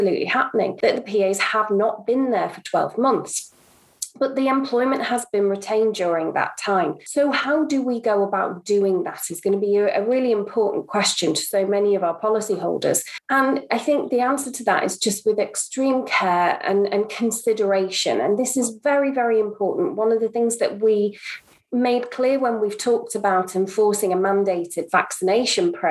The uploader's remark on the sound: We join a live webinar